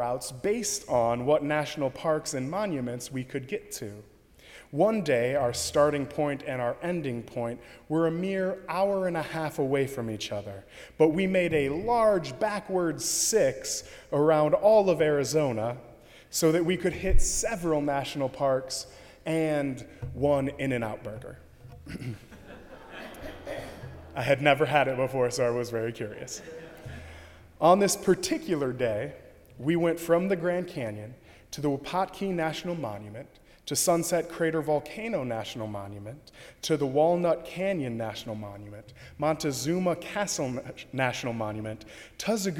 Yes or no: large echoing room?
yes